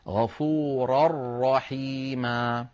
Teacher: غفورا رحيما، غفورا آخرها تنوين، رحيما أولها راء والراء من حروف الإدغام الكامل الإدغام بلا غنة، لذلك وضعت اللجنة فوق غفورا تنوينا متعاقب متتابعا هكذا، وفوق الراء شدة وفتحة، وفوق الراء شدة وفتحة، دلالة هذه الشدة دلالة على أن هنا الإدغام إدغام كامل ولا يبقى شيء من النون.